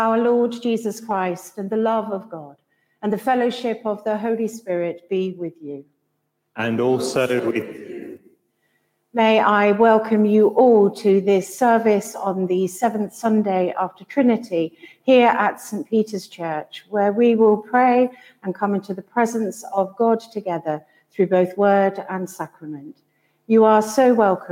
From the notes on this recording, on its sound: A Service for the Seventh Sunday After Trinity comes from St Peter's East Blatchington in the Diocese of Chichester.